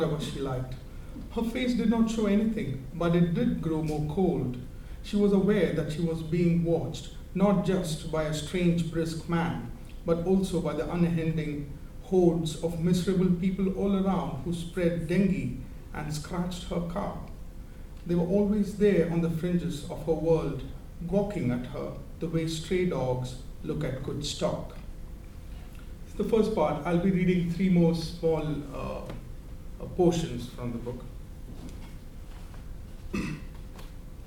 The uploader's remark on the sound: At Worlds Literature Festival 2011: an Afternoon Reading on the Novel.